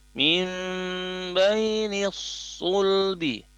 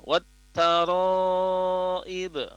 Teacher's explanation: ro-nya dilafazkan panjang 4 harokat, ya, dan kemudian ba-nya dipantulkan